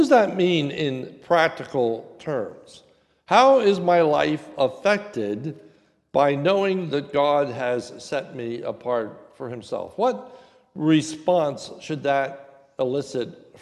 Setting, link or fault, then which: setting, large echoing room